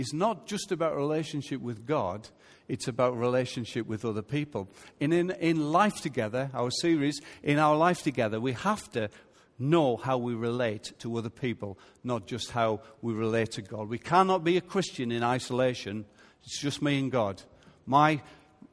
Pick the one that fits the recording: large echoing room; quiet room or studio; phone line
large echoing room